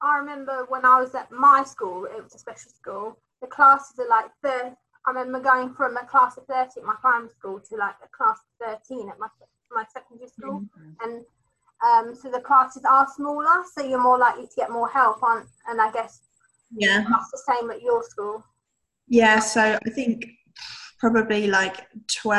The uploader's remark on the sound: Online using the app zoom as I discussed during lockdown due to the Corona Virus.